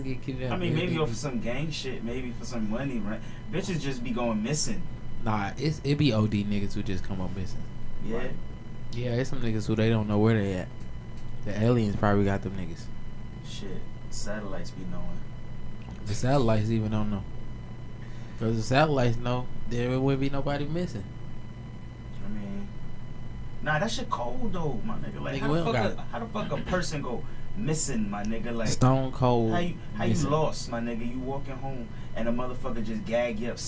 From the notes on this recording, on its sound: Apologies for the sound quality. We constantly forgetting to turn the speakers off before recording, this is the reason for the feedback.